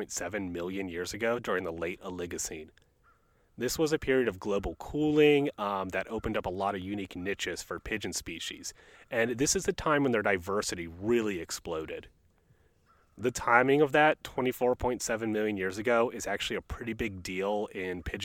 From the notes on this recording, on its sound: joined by the bird of First Landing State Park in Virginia Beach, Virginia who chime